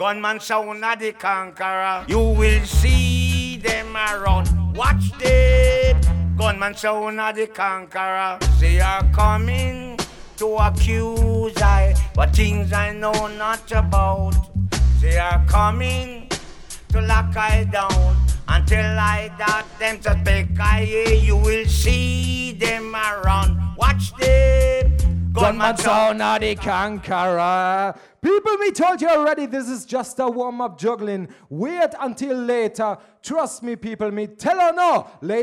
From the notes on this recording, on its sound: this is the Audio of the Dance